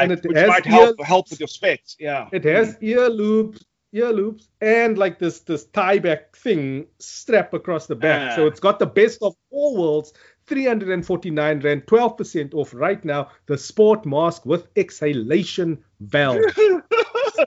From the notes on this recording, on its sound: Recorded via Skype